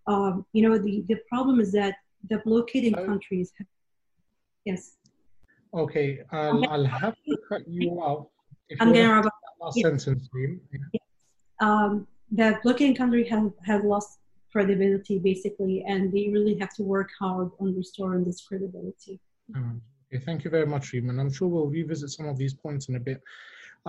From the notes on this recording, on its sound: The recorded live webinar from 11 June